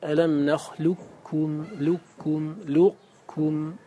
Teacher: القاف تدغم في الكاف لشدة التقارب بينهما، ليس من مخرج واحد، فهذه من أعلى وهذه من أسفل، لكنهما متقاربان شديد التقارب، فلما كان متقاربين شديدي التقارب استوجب ذلك أن يدغم الأول، مع أنه أقوى، فالقاف قوية فيها القلقلة، فيها الجهر والشدة والاستعلاء.